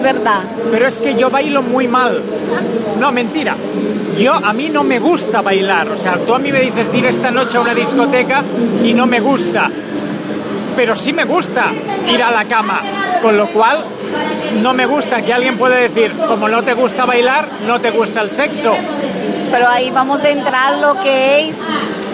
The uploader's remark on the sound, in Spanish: Ya están aquí las entrevistas grabadas en el Salón Erótico.